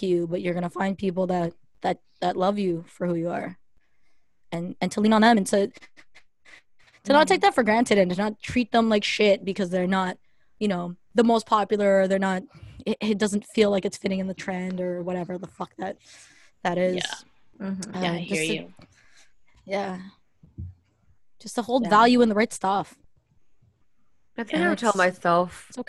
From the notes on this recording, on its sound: The girls back with another zoom session episode.